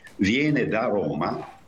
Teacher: Il caso di da, del primo, è molto significativo, perché se io dico viene da Roma, preposizione da, non c'è nessun accento, la preposizione è, così dire, atona, cioè è priva di accento, si appoggia sulla parola che segue